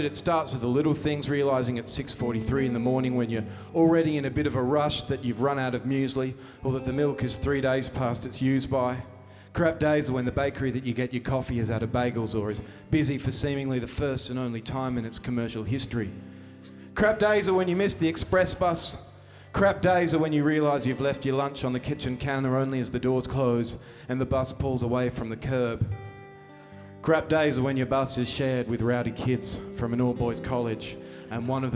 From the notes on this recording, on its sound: Live from the legendary Grace Emily Hotel